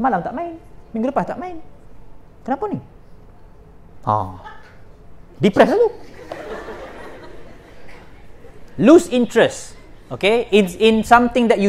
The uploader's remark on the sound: This is the recording from my second session of the mental health awareness seminar I did at USM-KLE IMP, India.